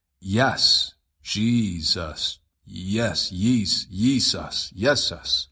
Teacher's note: You don't pronounce the J hard like that. J's are pronounced as yas, almost like a Y.